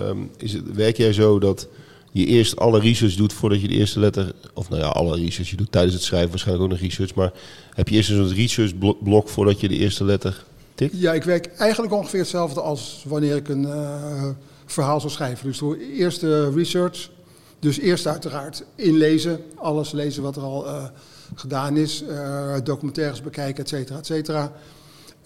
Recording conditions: busy venue